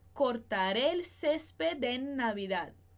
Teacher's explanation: a gente não vai juntar esses dois N's. A gente vai acabar prolongando ele um pouco mais.